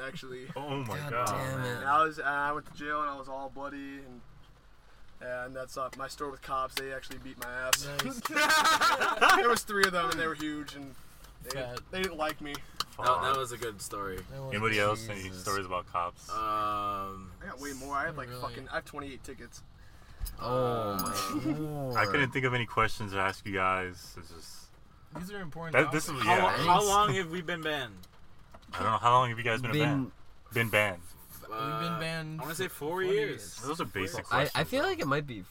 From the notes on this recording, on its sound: All of us were in my car during a thunderstorm.